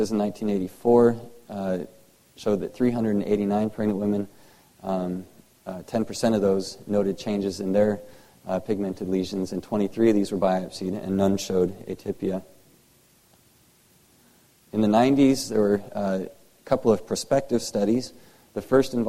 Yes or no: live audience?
yes